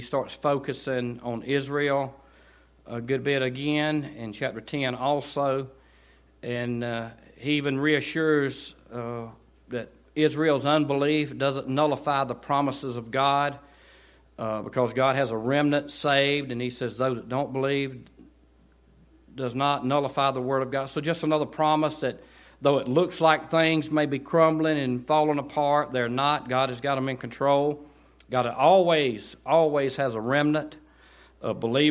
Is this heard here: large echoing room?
yes